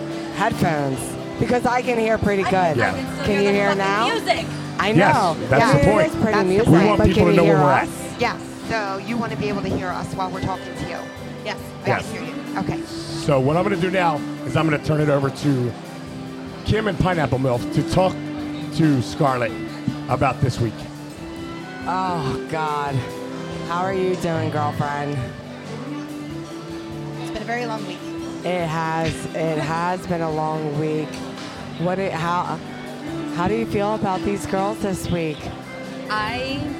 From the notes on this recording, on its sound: Crowning LIVE from Hedo